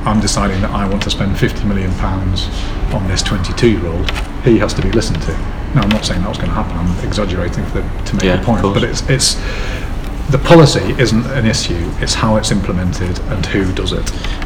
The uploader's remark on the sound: thank you to Nine Bar for allowing us to record